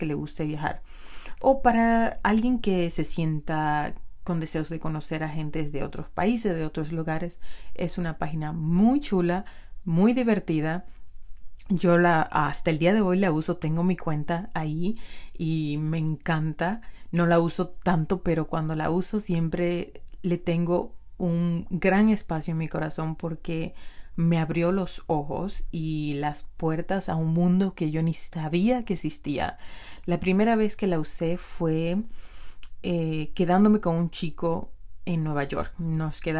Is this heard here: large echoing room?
no